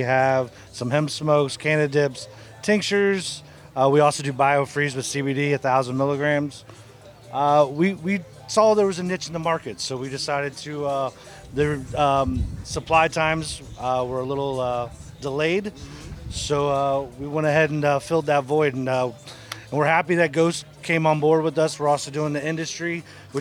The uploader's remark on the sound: several interviews from the Florida Cannabis Festival